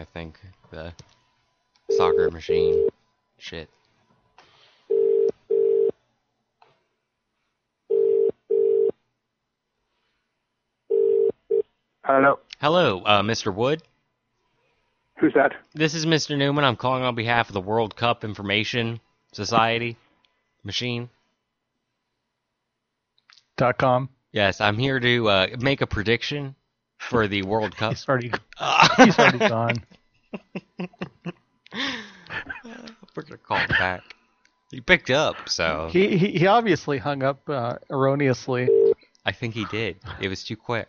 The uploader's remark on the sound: …'s Personal Prank Phone Calls Collection.